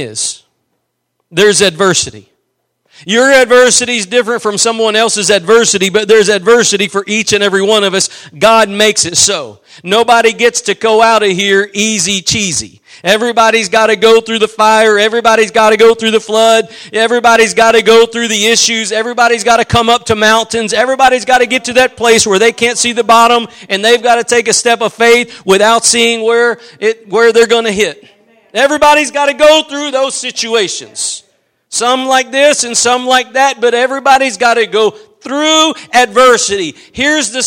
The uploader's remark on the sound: Preached at Gospel Lighthouse in Bossier City, La.